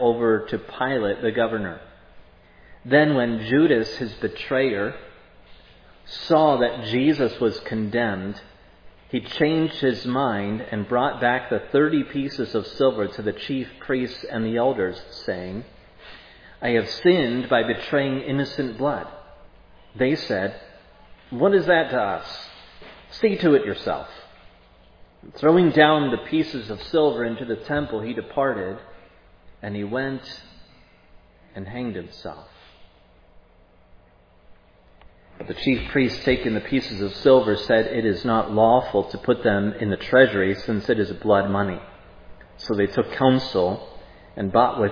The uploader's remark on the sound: preached at Providence Church on Sunday, July 31, 2022